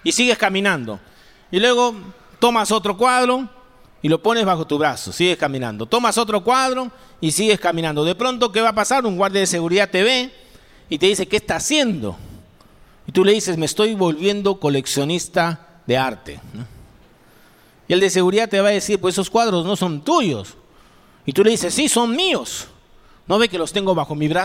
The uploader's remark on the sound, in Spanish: presentado en vivo el domingo 19 de febrero de 2023